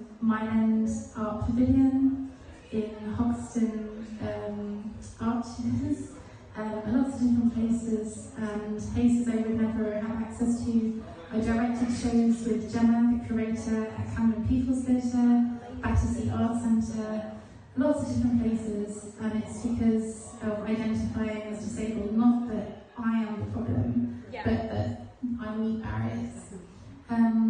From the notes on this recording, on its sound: Taken place at the Minories Art Gallery in Colchester Essex inside my beautiful red den installation. Doing my first live podcast was exciting a bit nerve racking too as I wasn’t used too having a audience. It was a a bit messy not at all professional filming it on my phone. Having just one microphone to share with my guest I want two next time!